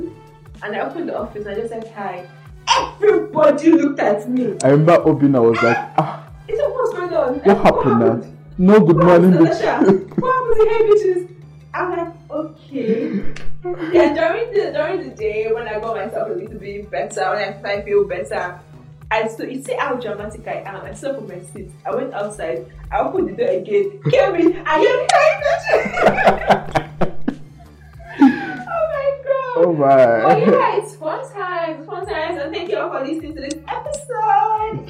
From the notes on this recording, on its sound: We humbly apologize for the audio of this episode as we know it's not what it's meant to be, we had a LOT of technical difficulties but we just had to push through